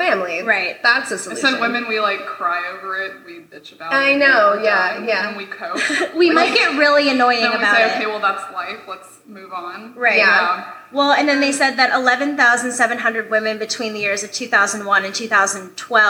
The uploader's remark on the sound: LIVE at the Swallow's Flight